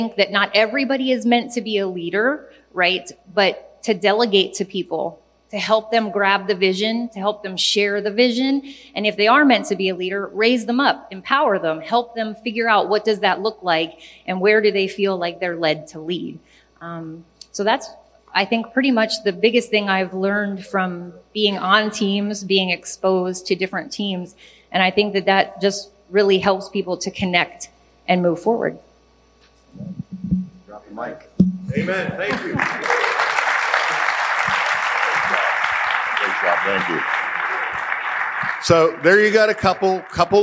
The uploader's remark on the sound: Pastors and leaders from around the country gather together at our leadership conference. Here’s one of the recordings from our 2023 Leadership Conference.